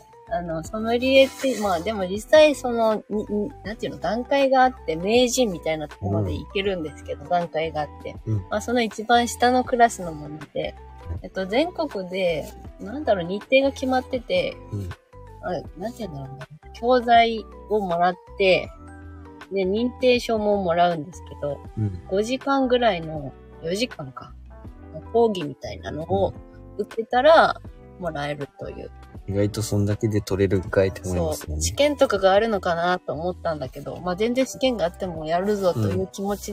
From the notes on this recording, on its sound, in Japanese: LIVE キャンプ場からお届け。